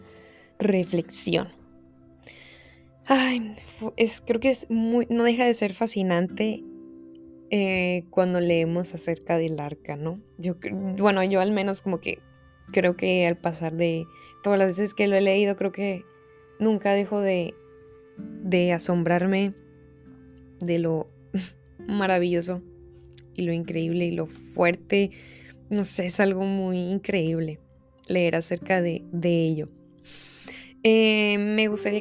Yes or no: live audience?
no